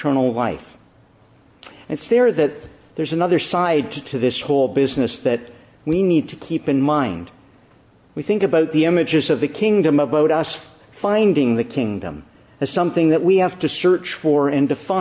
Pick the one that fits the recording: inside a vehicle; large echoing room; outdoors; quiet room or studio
large echoing room